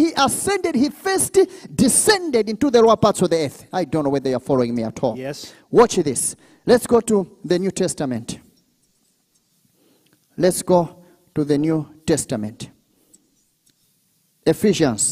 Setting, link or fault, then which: setting, large echoing room